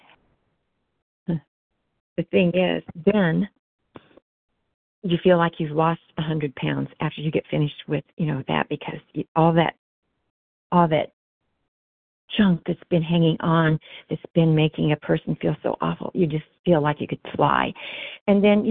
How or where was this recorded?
phone line